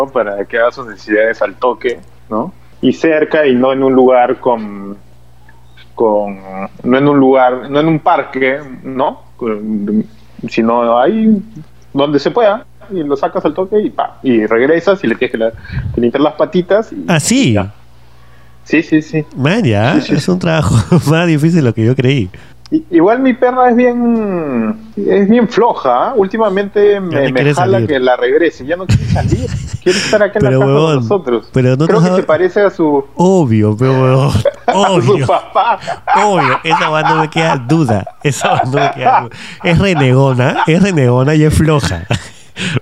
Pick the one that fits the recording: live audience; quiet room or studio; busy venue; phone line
phone line